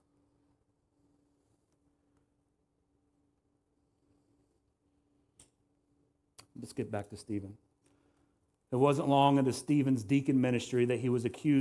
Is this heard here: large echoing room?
yes